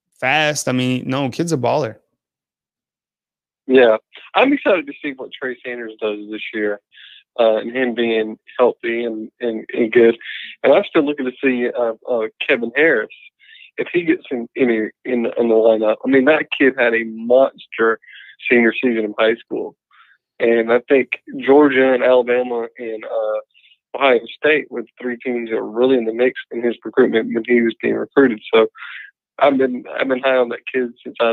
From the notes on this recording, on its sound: Call-in show. Takes your live calls.